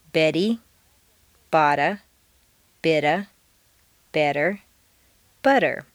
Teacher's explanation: all of the T's are in weak positions, so they all sound like soft D's